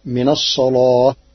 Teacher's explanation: قرأ ورش كلمة الصلاة بتغليظ اللام لوجود الصاد قبلها